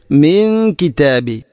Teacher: സുക്കൂനുള്ള നൂനിന് ശേഷം കാഫ് ഇഖ്ഫ ബിഗുന്ന, നൂനിനെ അവ്യക്തമാക്കി മണിക്കണം